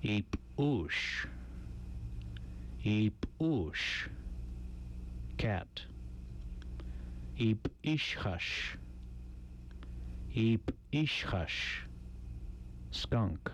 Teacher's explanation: The hard P sound is made by pressing the lips together, stopping the outgoing breath, and then releasing it, with the throat made tense and the vocal cords closed and then popping open. It sounds like the P sound with a catch in the throat.